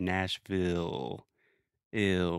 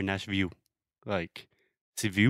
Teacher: So in English, in linguistics, we at least I refer to this as the dark L and it's that really elongated, exaggerated sound when we say Nashville · Shown in: first take · ill, where your tongue almost touches the back of your teeth and then retreats back.